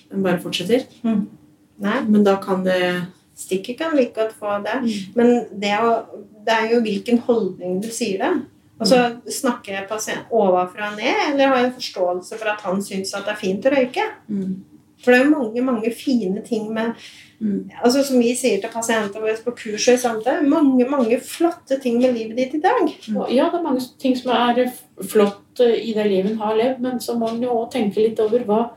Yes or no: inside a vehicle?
no